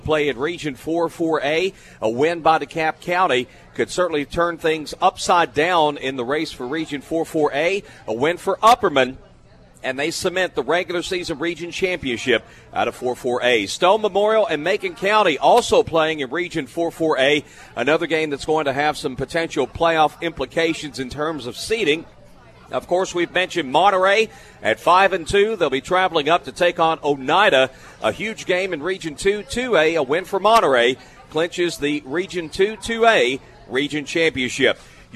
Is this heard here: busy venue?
yes